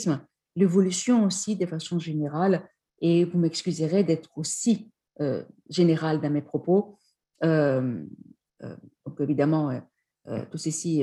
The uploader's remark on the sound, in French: Enregistré sur zoom